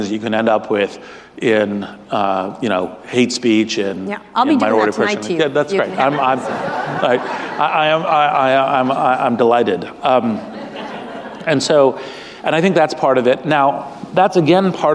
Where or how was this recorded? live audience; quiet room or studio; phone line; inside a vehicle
live audience